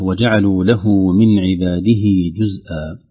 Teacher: مد طبيعي بالواو بعد له بسبب الهاء المضمومة، هذه نزيد مد بالواو · Term: واو الصلة